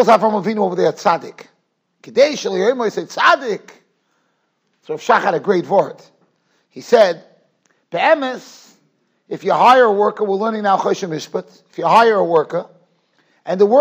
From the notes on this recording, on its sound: Shiur recorded in Yeshivas Ohr Reuven, Monsey, NY.